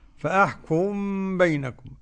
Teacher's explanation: وتسكن عنه الميم من قبل بائها على إثر تحريك فتخفى · Term: الإخفاء